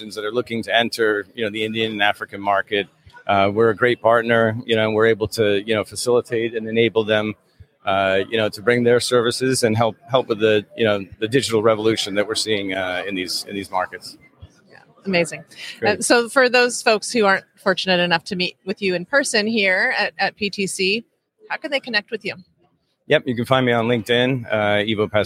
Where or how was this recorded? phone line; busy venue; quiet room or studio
busy venue